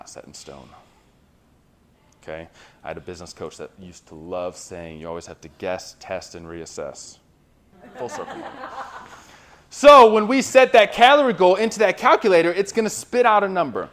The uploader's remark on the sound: Recorded live from a seminar hosted in Ann Arbor, MI.